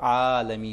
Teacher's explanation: اس الف کو اس زبر کے دو برابر پڑھیں گے